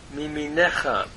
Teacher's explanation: Notice the noon has elided here.